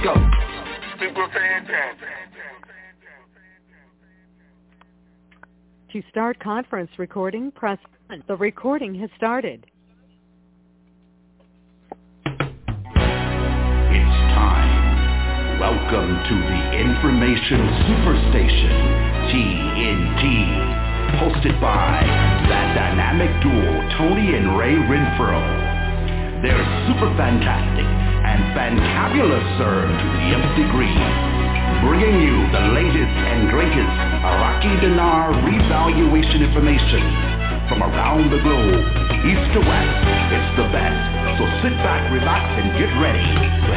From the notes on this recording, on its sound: TNTSuperfantastic Conference Call - Wednesday, July 14, 2021